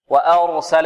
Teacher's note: الراء مفخمة والسين مرققة